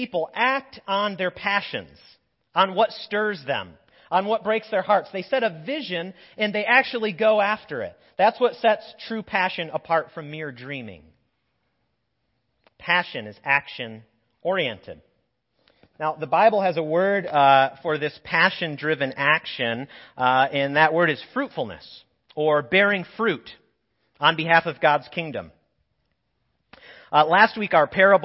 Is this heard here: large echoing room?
yes